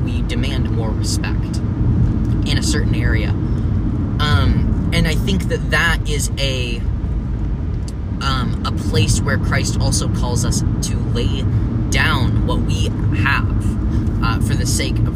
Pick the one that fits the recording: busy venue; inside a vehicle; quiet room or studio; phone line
inside a vehicle